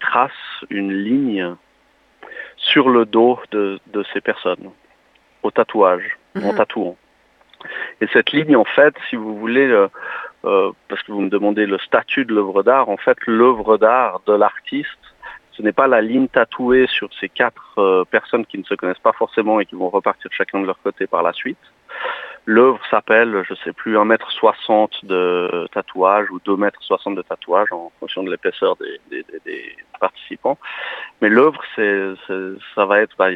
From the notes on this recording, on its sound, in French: nous échangeons par téléphone